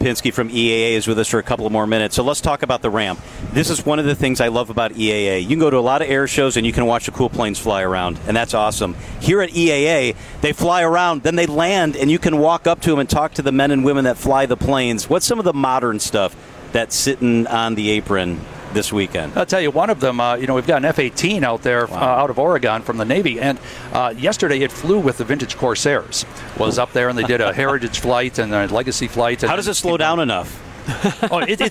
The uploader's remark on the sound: Wisconsin's Afternoon News Live at EAA Airventure Oshkosh.